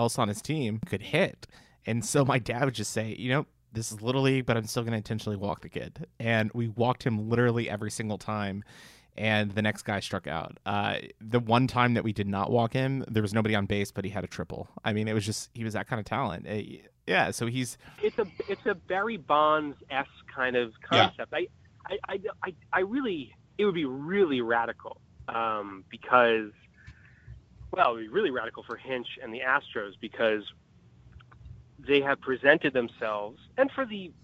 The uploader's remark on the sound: on the phone line